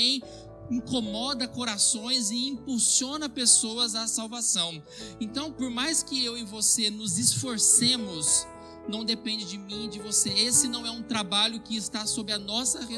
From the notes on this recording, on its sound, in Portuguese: Gravado em 20/02/2022 na IPB em Santo Anastácio|SP.